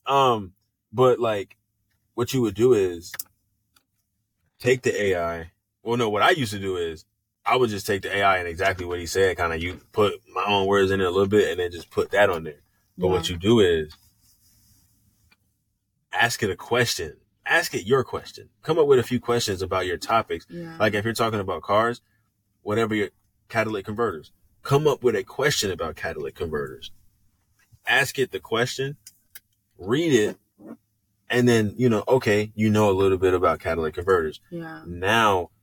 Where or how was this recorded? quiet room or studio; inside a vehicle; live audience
inside a vehicle